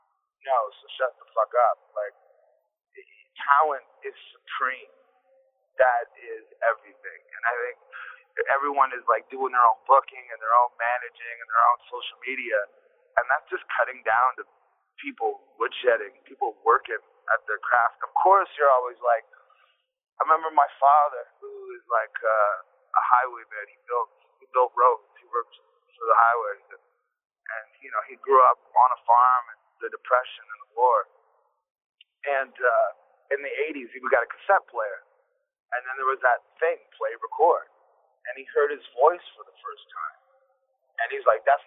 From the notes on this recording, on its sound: we spoke on the phone